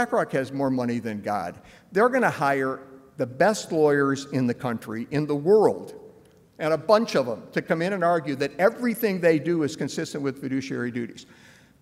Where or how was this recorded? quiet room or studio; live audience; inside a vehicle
live audience